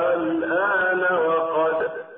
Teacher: نجد الهمز ممدودا وبعده سكون اللام هكذا: الآن وقد. · Term: المد اللازم الكلمي المخفف